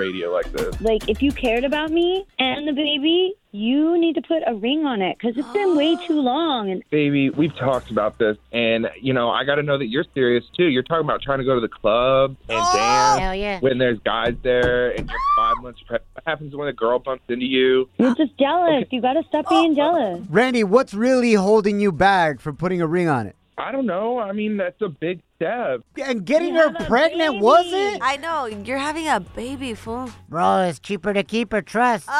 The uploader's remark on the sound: we opened up the phone lines